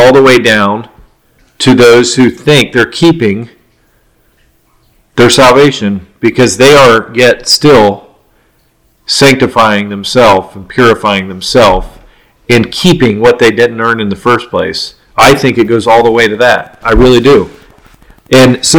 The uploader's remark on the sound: This is one of the first episodes we recorded, the quality of sound is not that great.